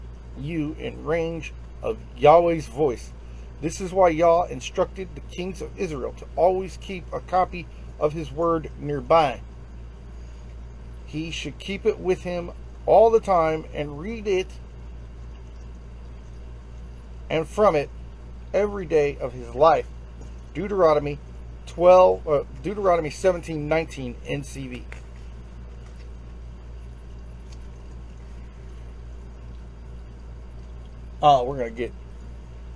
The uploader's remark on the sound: Instagram Live